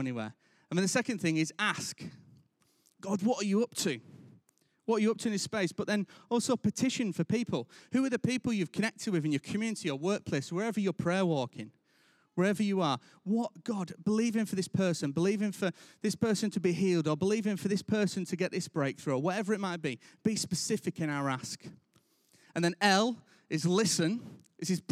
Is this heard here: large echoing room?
yes